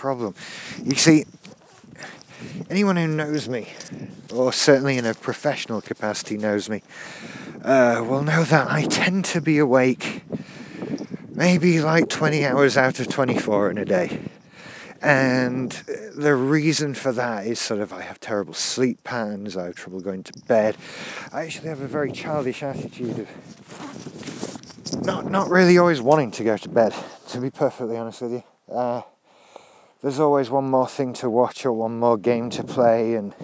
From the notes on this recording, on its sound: I was walking the dog and got bored.